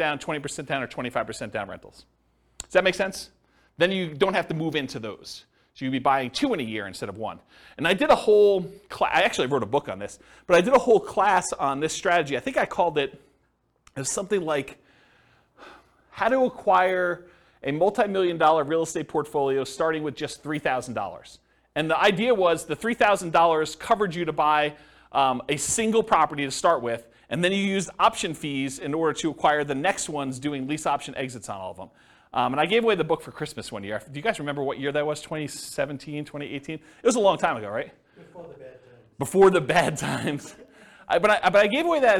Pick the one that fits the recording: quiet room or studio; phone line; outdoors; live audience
live audience